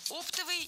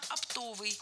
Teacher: Ударение в этом слове падает на второй слог, на суффикс «ов» · Shown in: second take